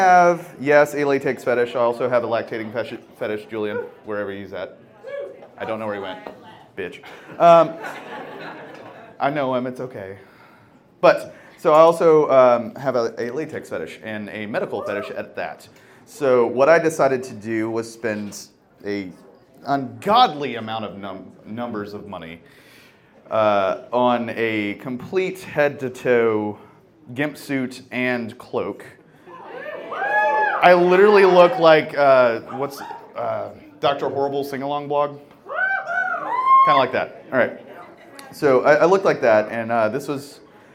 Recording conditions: live audience